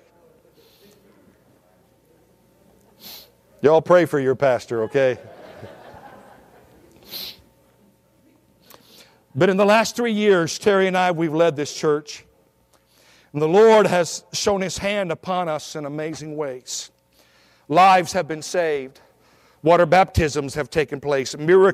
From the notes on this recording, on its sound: at Victorious Life Church of God during the 11am Sunday morning service on January 8, 2017